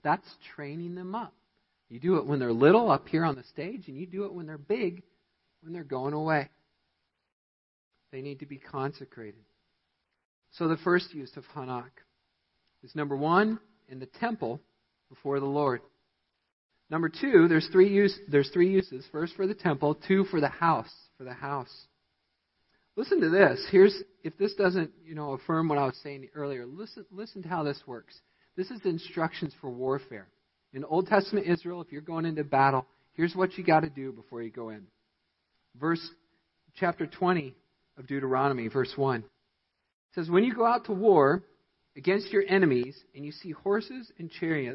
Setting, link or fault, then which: setting, large echoing room